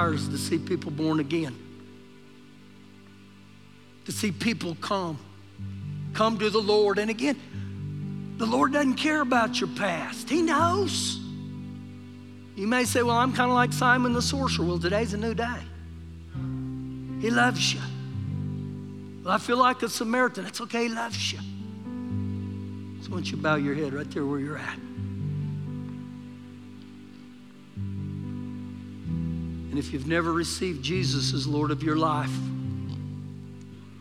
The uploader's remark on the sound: Recorded live during our Sunday morning service